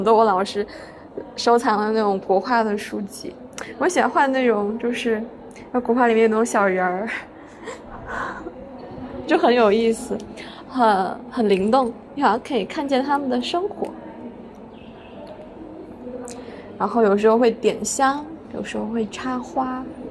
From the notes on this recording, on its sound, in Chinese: 我决定不配bgm也不剪辑了，保留一些原生态的声音，裸电台。如果里面有音质差，就是我按了暂停继续录，因为我在走廊录的音。电话铃和物品磕碰的声音把真实的场景感带出来了。